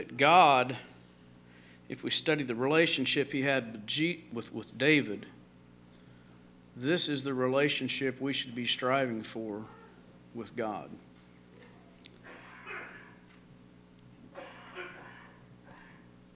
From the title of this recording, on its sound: LIVE Services at Sunshine